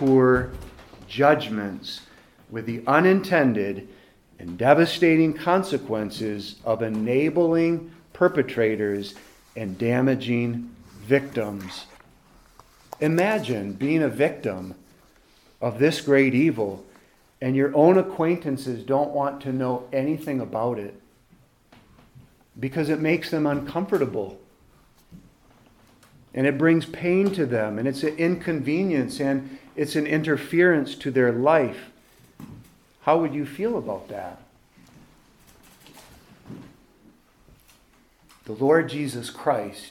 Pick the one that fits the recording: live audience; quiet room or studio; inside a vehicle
live audience